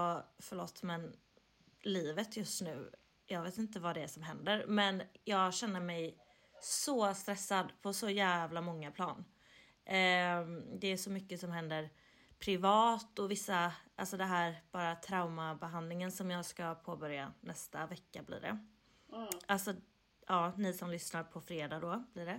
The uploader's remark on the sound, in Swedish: Därav ljudet är lite lägre överlag och hennes inte är i bästa kvalité.